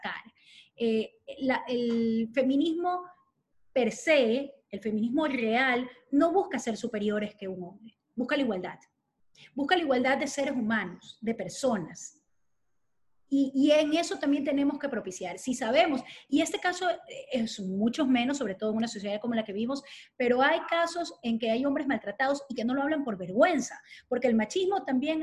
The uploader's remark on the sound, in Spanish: se realizó a través de la plataforma ZOOM